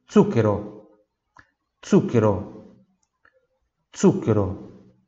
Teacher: que você tem que lembrar é que tem som de TS